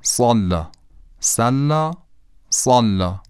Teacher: هر دوشون یک صدای تنیندار و زنگدار دارن که ما اصطلاحاً بهش میگیم صافیر، صافیر با صاد.